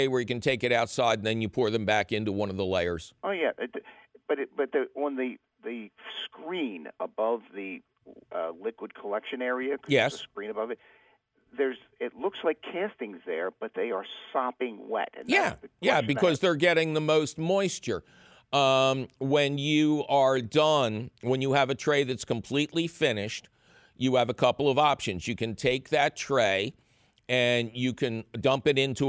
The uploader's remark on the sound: Takes your phone calls.